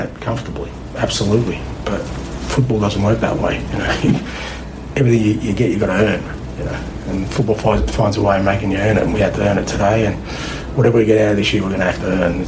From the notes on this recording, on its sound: At the post-match press conference following Celtic's 3-2 victory over Dundee.